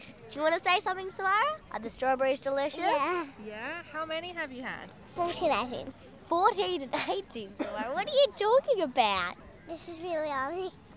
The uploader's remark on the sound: Wander through the farmers markets of the Shire recording our communities love for these iconic gathering spots. Byron Farmers Market.